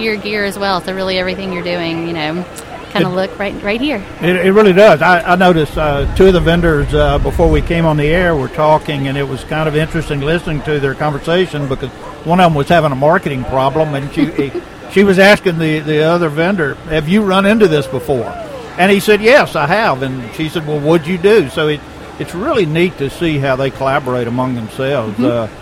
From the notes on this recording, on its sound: ON LOCATION. GearFest 2015.